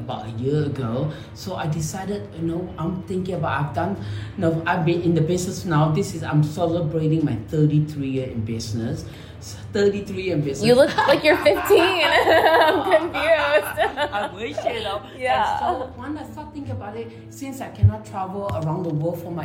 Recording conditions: echo